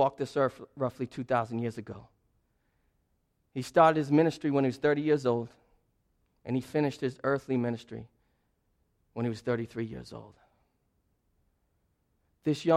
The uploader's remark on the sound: This sermon was preached as a part of a sermon series through the book of 1 Timothy entitled Disciple: Maturing with Timothy at Restoration Road Church on January 22.